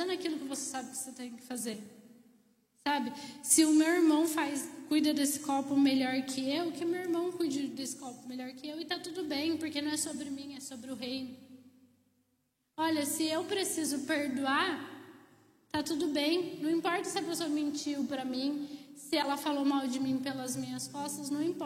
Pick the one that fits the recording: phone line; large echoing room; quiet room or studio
large echoing room